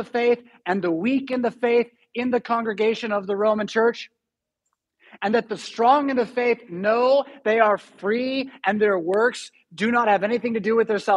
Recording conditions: large echoing room